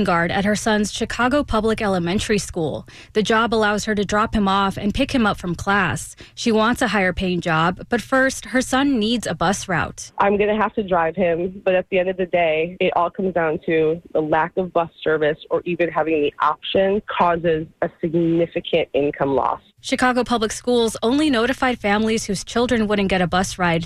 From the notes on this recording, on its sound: unique magazine format call-in show